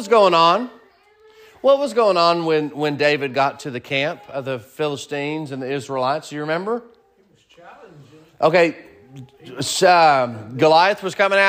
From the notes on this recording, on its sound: Sermon preached at Mid County Baptist Church